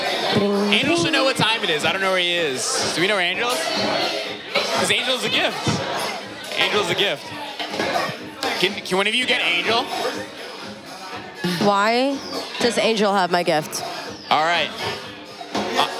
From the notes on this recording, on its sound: Kinfolk 90 in Brooklyn, NY. Basslines & Banter is a visual podcast that is recorded live at the party which shares the same name.